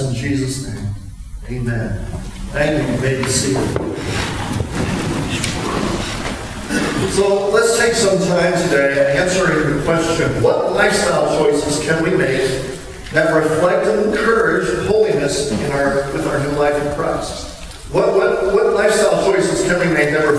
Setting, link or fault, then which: fault, poor sound quality